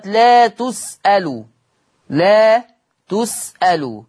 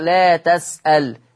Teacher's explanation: تقرأ هذه الكلمة في حفص بضم التاء واللام